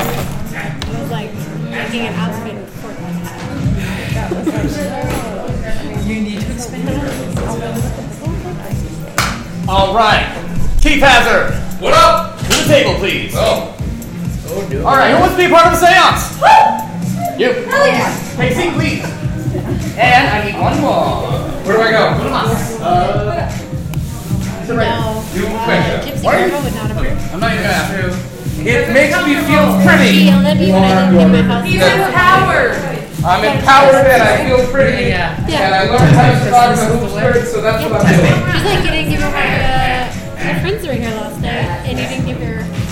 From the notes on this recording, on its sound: Wild Wild West Con 11 Panel. 11pm Saturday night in Ballroom H.